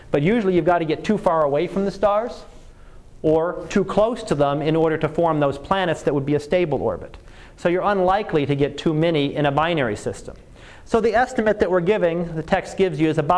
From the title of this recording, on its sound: Live Class Lecture